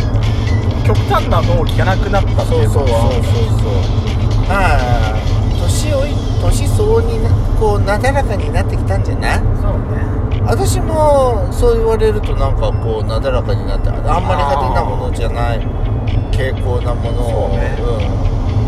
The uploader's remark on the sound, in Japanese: ドスドライブ収録。ロードノイズゴメンね。